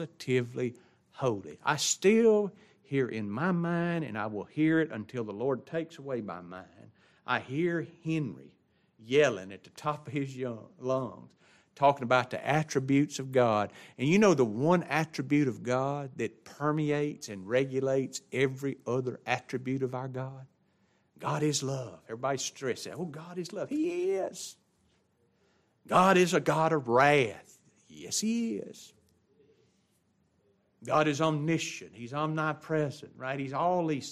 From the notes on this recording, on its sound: It was taught in the adult Bible class of Grace Baptist Church in Ruston Louisiana.